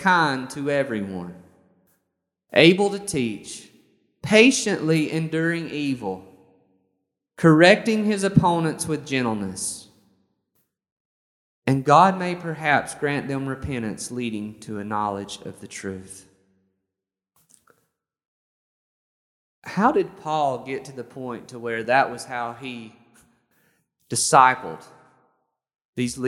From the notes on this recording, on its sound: This sermon was recorded on May 23rd, 2021 at Matthew's Table Church in Cleveland, TN